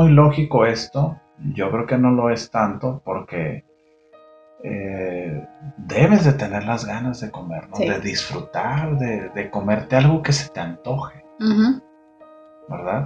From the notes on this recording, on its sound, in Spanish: Lamentamos el ruido de fondo.